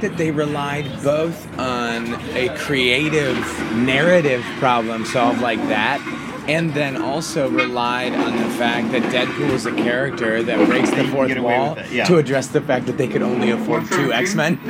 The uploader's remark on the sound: Recorded at Hugo's Tacos in Studio City, CA.